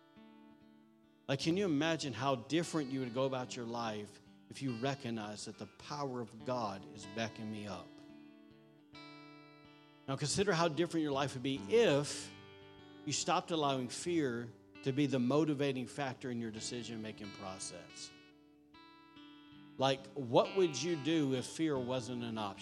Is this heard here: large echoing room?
yes